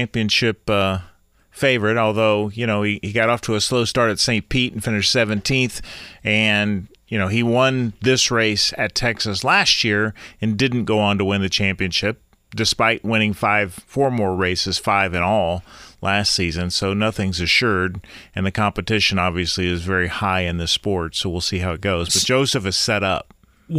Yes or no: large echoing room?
no